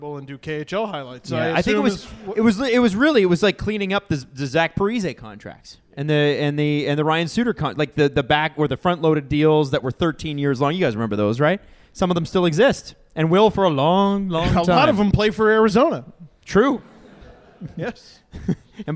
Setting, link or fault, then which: setting, busy venue